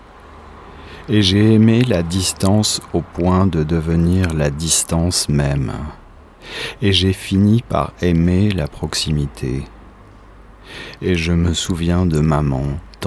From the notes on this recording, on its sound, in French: Enregistré sur le balcon, d'où les bruits ambiants.